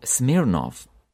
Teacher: Written with V, but sounds like F. Letter V doesn't always behave like this.